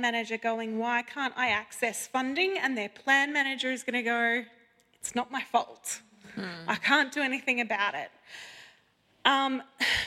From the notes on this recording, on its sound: Recorded in front of a wonderful audience in Forest Lake QLD.